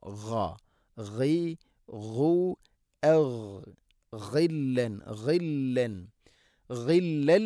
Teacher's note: Guillain ഗൈന തൊണ്ടയുടെ മുകൾ ഭാഗം